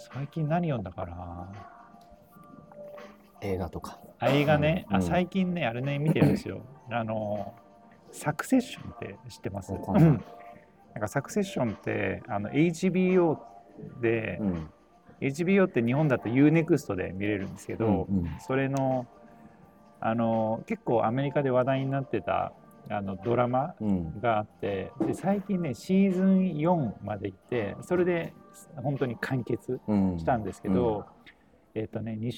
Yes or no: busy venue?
yes